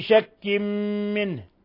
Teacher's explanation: تنوين كسر جاء بعده الميم، الحكم التجويدي إضغام بغنة، إضغام بغنة، ثم منه نون ساكنة جاء بعدها الهاء، الحكم التجويدي إظهار حلقي.